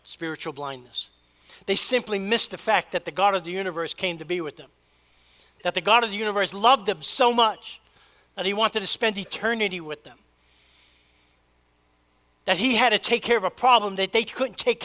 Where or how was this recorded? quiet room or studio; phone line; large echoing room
large echoing room